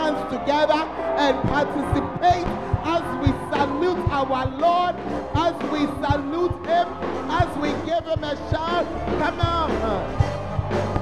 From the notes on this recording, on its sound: On Day Three of The Proton Convention at The Fountain of Life Cathedral.